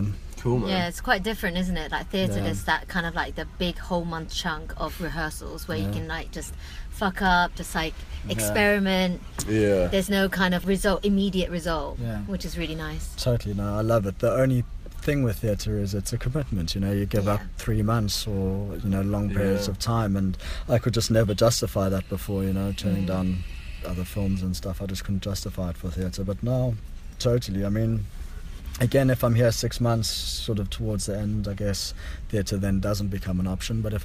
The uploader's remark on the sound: We were in the car on Venice beach, watching the Sun slowly fall into the Pacific Ocean where we had previously been getting smashed upon by Neptune's Wrath during our surf session.